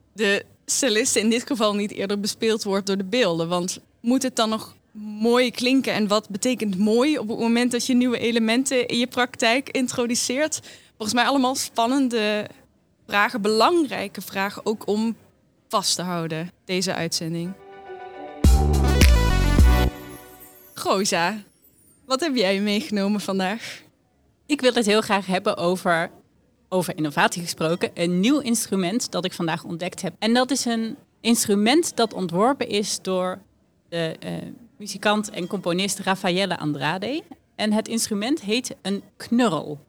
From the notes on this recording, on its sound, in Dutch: Brengen we verslag uit vanaf het September Me festival in Amersfoort. September Me is een muziekfestival voor ontdekkers en verdwalers waar innovatieve muziekpraktijken centraal staan.